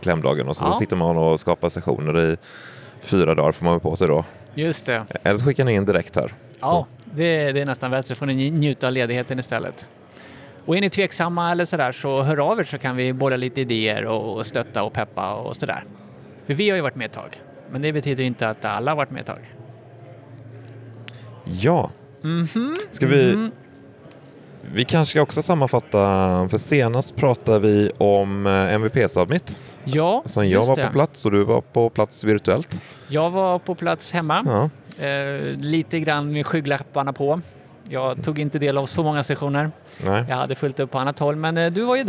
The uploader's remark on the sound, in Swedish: Live från Stockholm Tech Show, eller hur live det nu kan bli när man spelar in. Så passades det även på att spela in ett Teamspodden avsnitt.